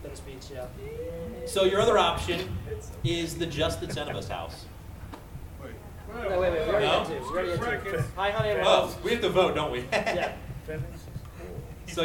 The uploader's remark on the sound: Galaxy Con 2023 LIVE. LIVE from Galaxy Con Richmond.